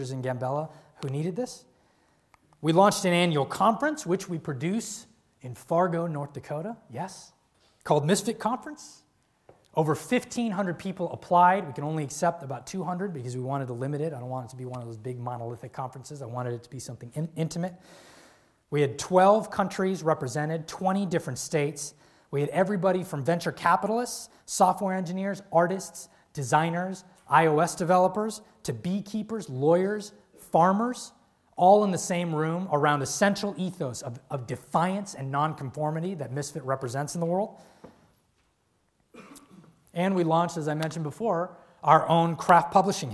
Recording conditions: live audience